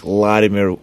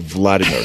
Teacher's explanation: he's saying Latimer instead of Vladimir, so he's missing the V · Shown in: first take